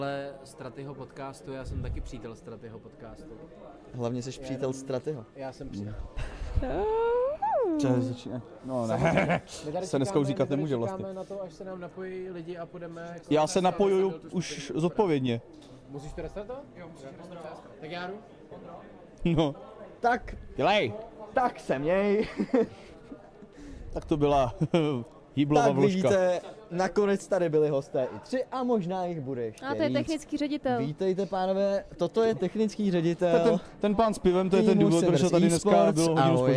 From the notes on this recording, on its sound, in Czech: Na RETAKE festivalu jsme živě rozebrali.